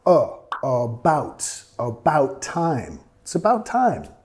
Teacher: About, nota la primera sílaba acá, sonido schwa